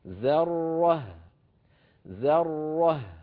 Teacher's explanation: لابد من ترقيق الذال والهاء وتبيين الراء المفخمة بينهما هكذا ذرة ذرة فبعد أن ننطق الراء المشددة المفخمة نعيد الفم